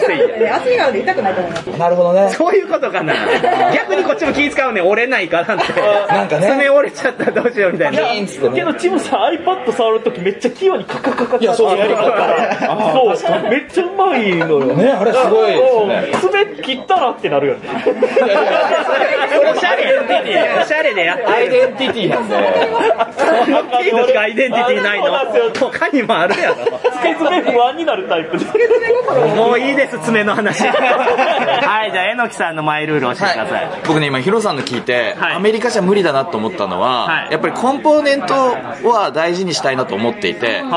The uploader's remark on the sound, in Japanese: 店内収録のため、騒音雑音が激しく入っております。